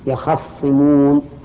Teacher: قال الله تعالى ما ينظرون إلا صيحة واحدة تأخذهم كما يأخذ العدو عدوه، بحيث لا تمهلهم ولا تنظرهم، وهم يخصمون بالتشديد، أصله يختصمون، نقلت حركة التاء إلى الخاء وأدغمت في الصاد